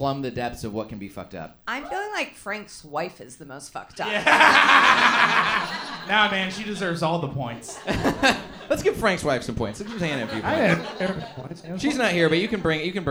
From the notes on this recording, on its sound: Recorded live at The Comedy Store in Los Angeles, CA.